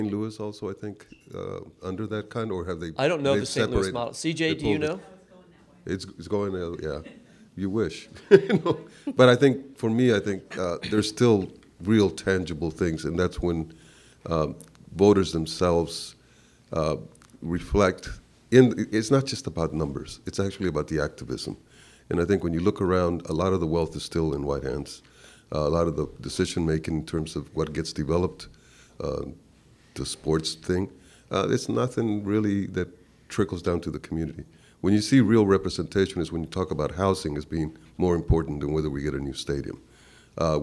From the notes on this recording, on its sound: live from the Unbound Book Festival in Columbia, Missouri